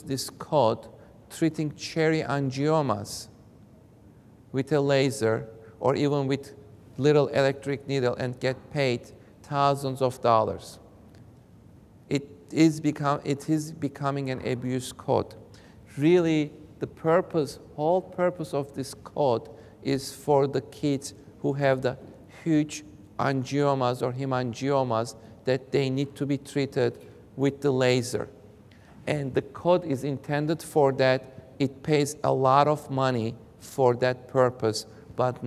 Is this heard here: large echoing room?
yes